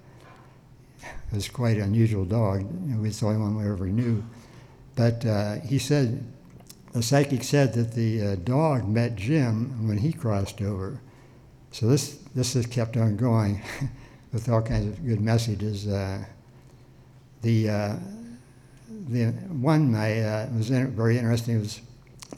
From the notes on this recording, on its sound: With true stories on a perceptive theme, told live on stage and without notes.